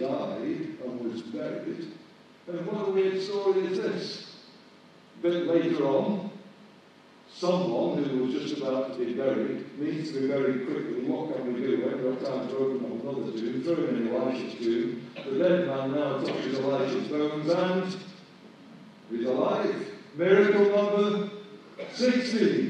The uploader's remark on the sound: poor recording quality